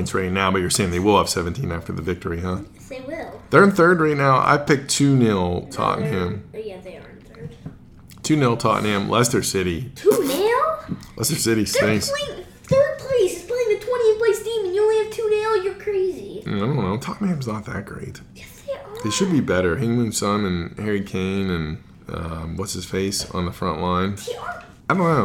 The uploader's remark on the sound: Air conditioner background noise, yelling, and the Queen's untimely passing (June would have been better) has led to our worst podcast to date!